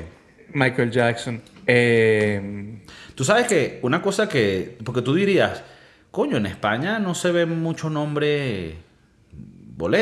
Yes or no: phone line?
no